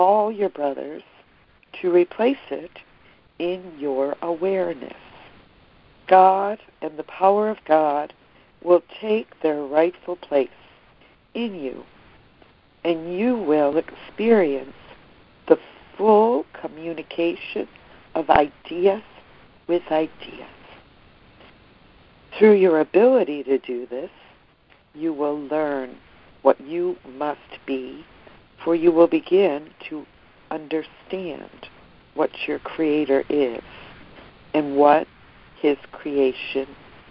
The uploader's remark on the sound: ACIM Daily Conference Call.